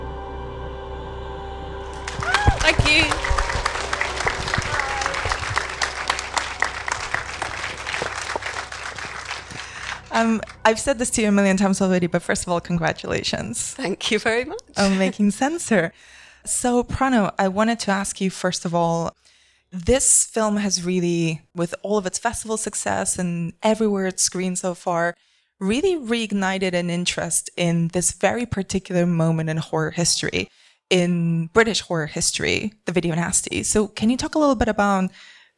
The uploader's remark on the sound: In this final episode of the mini-series, we recorded the live conversation we had. After a preview screening of Censor at the Prince Charles Cinema.